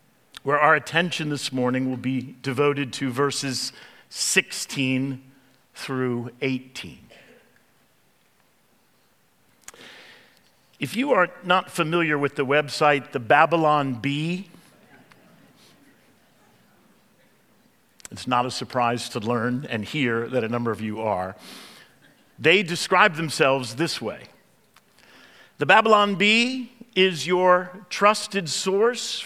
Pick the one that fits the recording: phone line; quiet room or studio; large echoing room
large echoing room